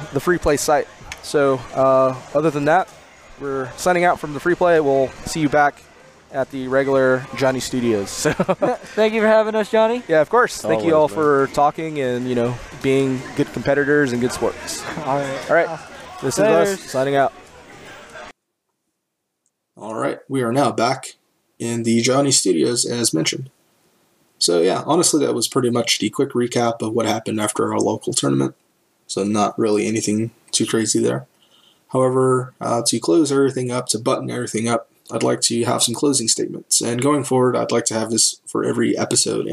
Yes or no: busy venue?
yes